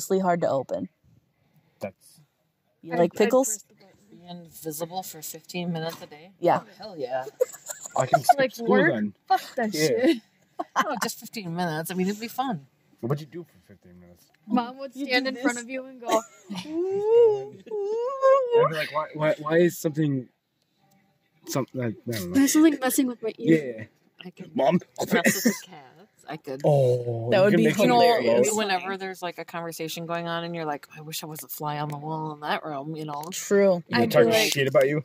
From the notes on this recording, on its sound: ON THE ROAD. After some technical difficulties, we're in the car!! We drive to some of the most interesting places in a town of 1,151 people.